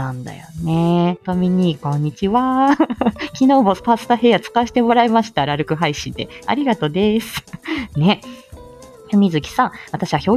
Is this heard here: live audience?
no